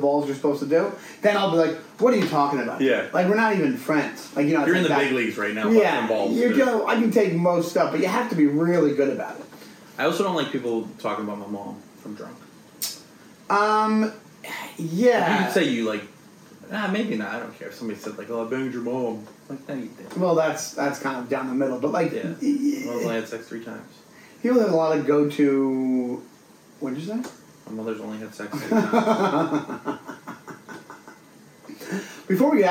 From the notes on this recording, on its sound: Some sound issues.